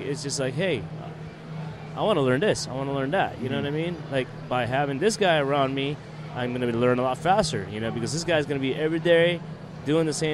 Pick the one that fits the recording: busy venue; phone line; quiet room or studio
busy venue